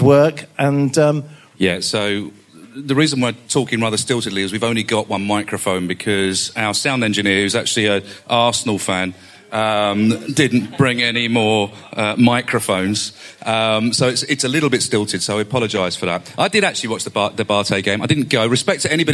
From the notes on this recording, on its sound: This week we bring you the show LIVE from The Atlas pub in London!